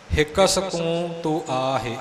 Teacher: ਈੜੀ ਦੀ ਜਗ੍ਹਾ 'ਤੇ ਆਮ ਤੌਰ 'ਤੇ ਹਾਹੇ ਦੀ ਵਰਤੋਂ ਹੁੰਦੀ ਹੈ ਇੱਕ ਦੀ ਜਗ੍ਹਾ 'ਤੇ ਹਿੱਕ ਬੋਲਿਆ ਜਾਂਦਾ ਹੈ